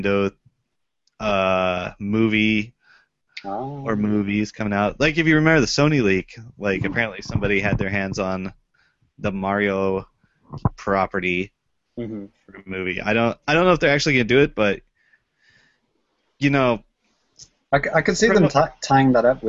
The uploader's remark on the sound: Recorded LIVE via Google Hangouts on Air